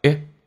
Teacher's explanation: 第一个 a 是一个短元音，声音下沉，以嗓子眼为发力方向，往后靠一点